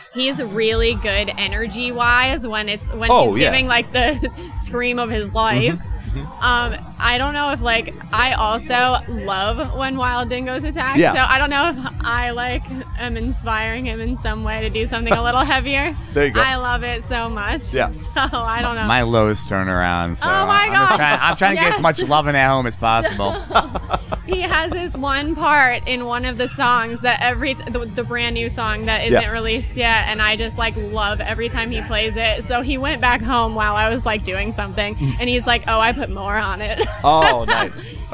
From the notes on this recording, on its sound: join the show in person at Come And Take It Live in Austin